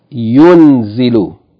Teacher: But the hamza from yu'anzilu and its vowel, the hamza with fatha, is omitted. So instead of yu'anzilu, it becomes yunzilu.